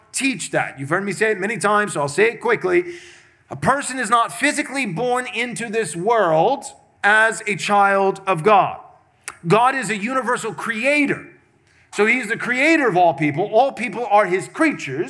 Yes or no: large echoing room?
yes